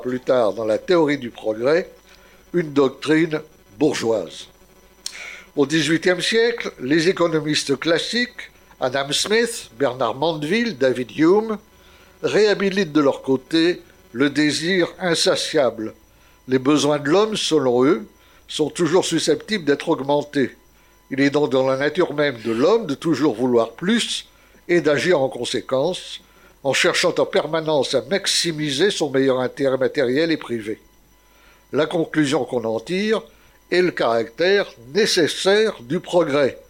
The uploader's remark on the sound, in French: Conférence réalisée lors du colloque "Regards croisés sur notre identité" le samedi 26 octobre 2019 à Paris.